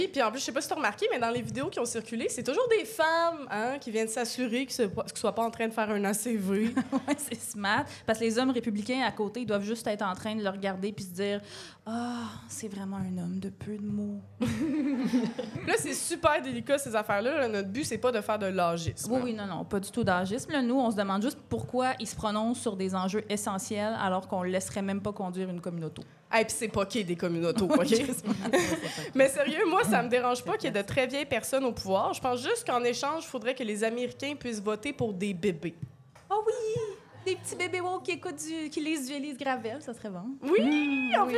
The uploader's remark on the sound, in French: enregistré à l'Idéal mercredi le 4 octobre 2023